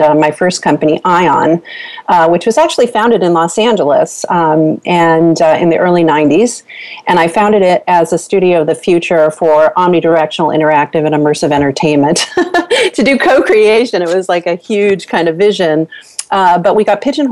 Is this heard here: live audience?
no